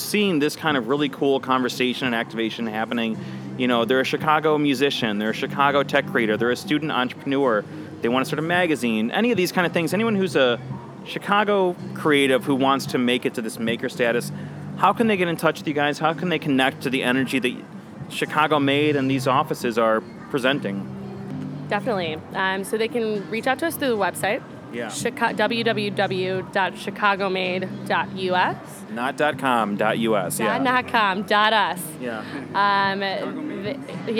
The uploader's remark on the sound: Recorded at SXSW 2016 on Monday, March 14th